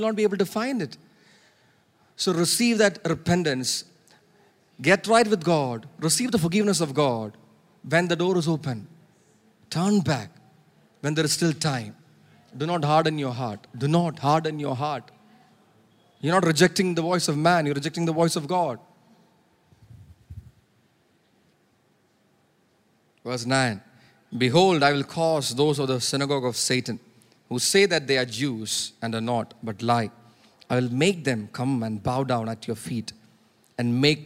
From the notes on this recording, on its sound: preached at Sunday Service on 8 October 2023 at Revelation Church